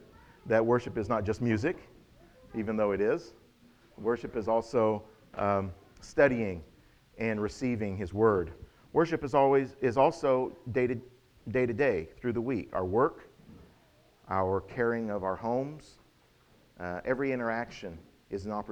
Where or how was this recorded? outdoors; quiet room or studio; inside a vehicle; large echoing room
large echoing room